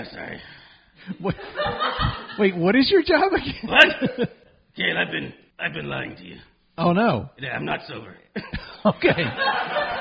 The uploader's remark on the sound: Recorded LIVE in front of an undead audience at BeezlePub's Tavern. The part of BeezlePub's was played by The Magnetic Theatre in Asheville, NC.